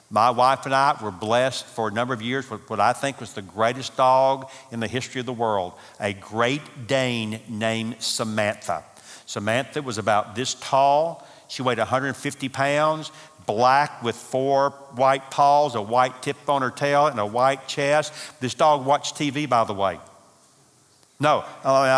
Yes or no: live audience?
yes